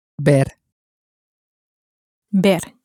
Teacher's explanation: the V is pronounced somewhat close to a B. It almost sounds a bit like the word bear said in a very short way.